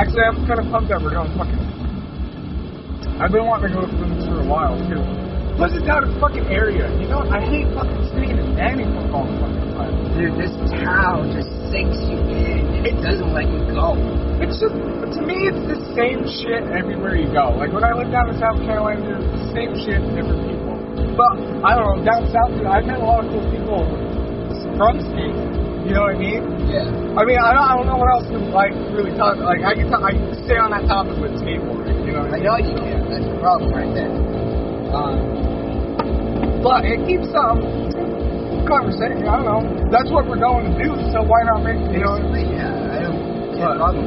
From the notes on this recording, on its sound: Car, driving to Bloomsburg Skatepark. A 45-minute drive while taking the back way.